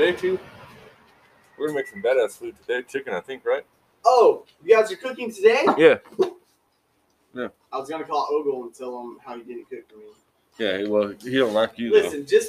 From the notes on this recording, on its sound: Enjoy the first podcast we did away from our fancy little blue collar nook. Sounds terrible, cause it is.